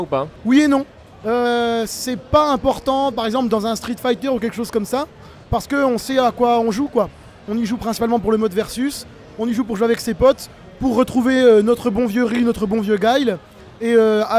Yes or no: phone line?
no